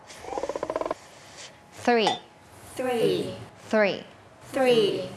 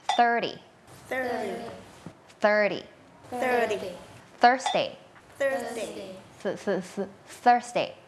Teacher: เป็นเสียงแบบ unvoicedคือออกมาแค่ลมเราเอาลิ้นเนี่ยมาวางตรงกลางระหว่างฟันบนกับฟันล่างอย่างนี้เนาะแล้วก็ปล่อยลมออกมา